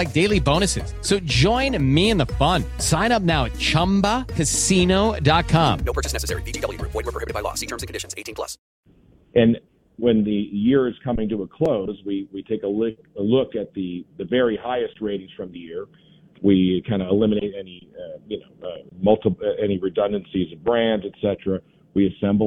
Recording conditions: phone line